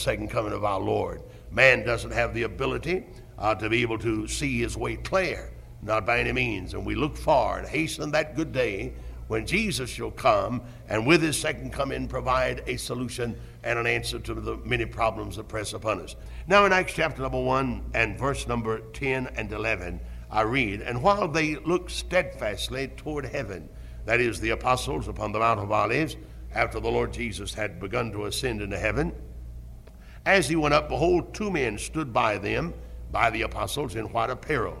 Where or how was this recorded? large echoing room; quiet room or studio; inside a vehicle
large echoing room